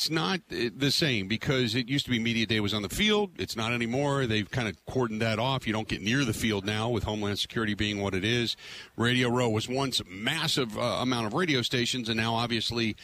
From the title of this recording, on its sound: Live From Radio Row At Super Bowl 57